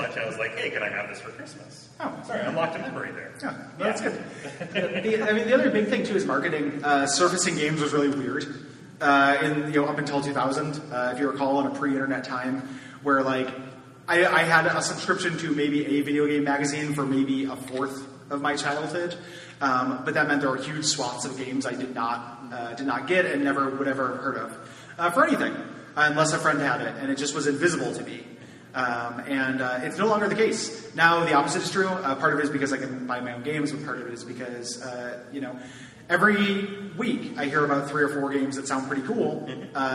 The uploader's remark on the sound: This is a live episode from the 2019 Portland Retro Gaming Expo.